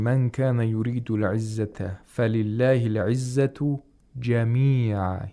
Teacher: So he places the stress on جَمِيعًا. As you put a stress on all.